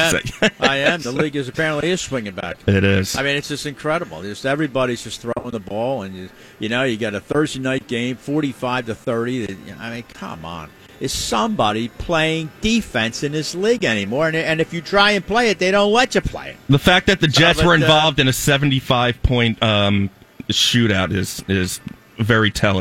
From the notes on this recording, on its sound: LIVE from the Parx Casino Sportsbook